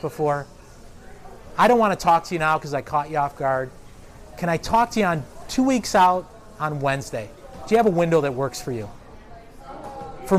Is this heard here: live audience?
yes